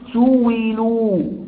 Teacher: همزة مكسورة بعد ضم يبدلها واو فيقول سويلوا. · Term: مذهب الأخفش